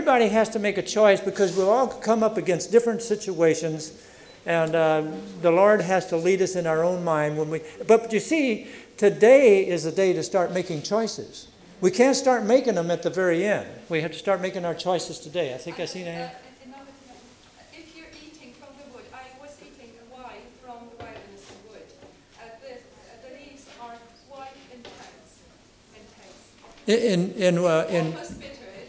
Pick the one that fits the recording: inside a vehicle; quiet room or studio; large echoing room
large echoing room